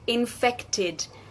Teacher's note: Ese es otro ejemplo de las palabras que terminan en T. Entonces, sí, vamos a expresar el sonido id.